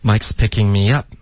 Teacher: 重音是 up 而不是 pick